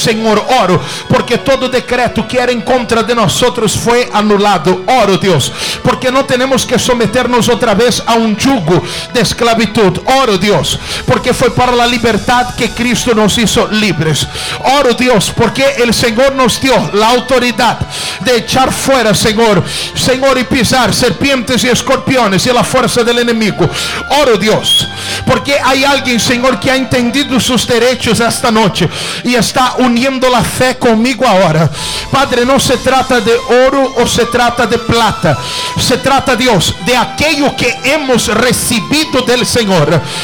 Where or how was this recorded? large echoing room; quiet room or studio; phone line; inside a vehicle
large echoing room